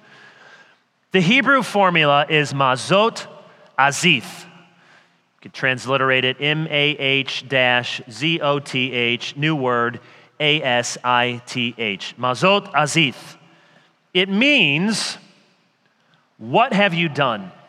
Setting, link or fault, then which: setting, live audience